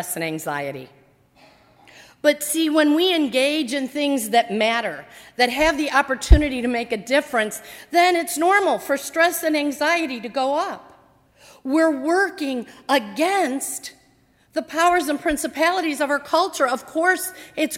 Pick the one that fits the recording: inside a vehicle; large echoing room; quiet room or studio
large echoing room